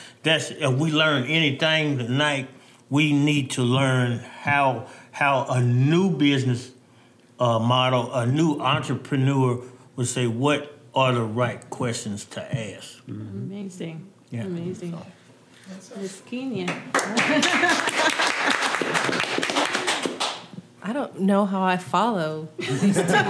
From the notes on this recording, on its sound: Gathered a panel of Black business owners from across northwest Arkansas to discuss their experiences. In an excerpt from the live recording, we hear what inspired them to start their own business.